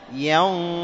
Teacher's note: الغنة هنا مغلظة لأن القاف من حروف الاستعلاء